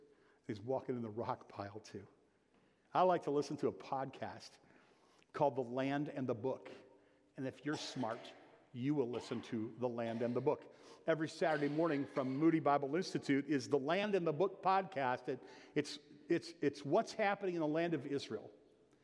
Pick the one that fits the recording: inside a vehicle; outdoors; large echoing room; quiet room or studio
large echoing room